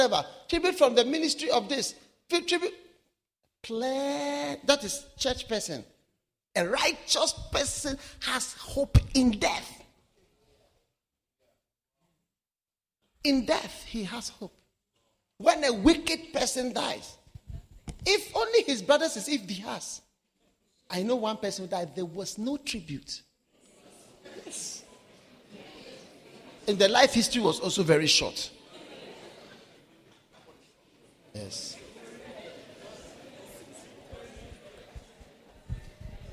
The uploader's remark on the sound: Preached at the Wisdom Impartation Service.